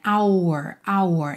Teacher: o som, ele todo fecha um pouquinho por conta do U nessa palavra